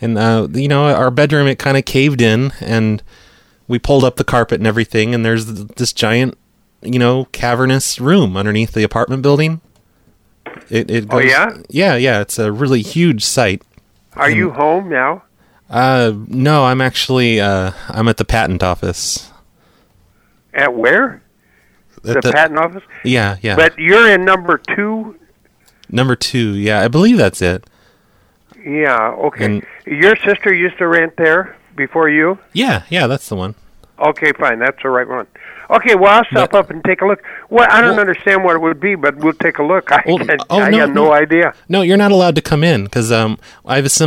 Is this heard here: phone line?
yes